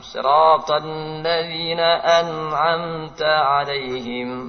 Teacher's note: Membaca dal kurang dari dua harokat.